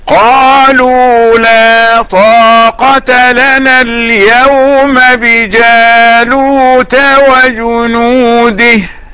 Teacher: ميم اليوم والباء بجالوت، لا إدغام